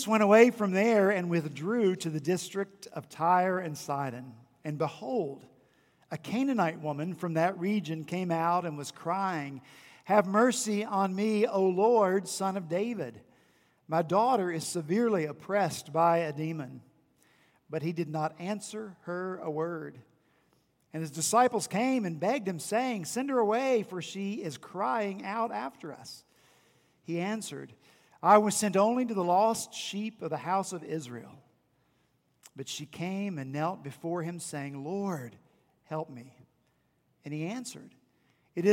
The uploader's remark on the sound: at Redeemer Presbyterian Church in Charleston, SC